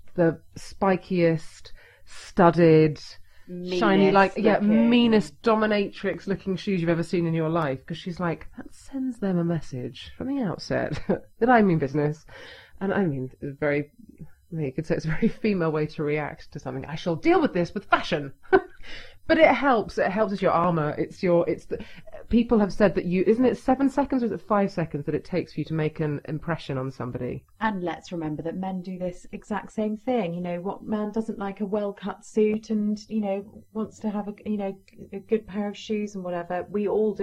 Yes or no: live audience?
no